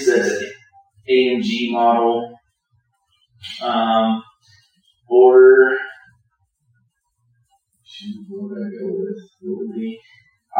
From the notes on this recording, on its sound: The audio quality remains bad